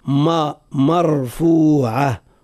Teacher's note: من غير أن يتأثر حرف الميم بتفخيم الراء فنفخم صوته هذا خطأ.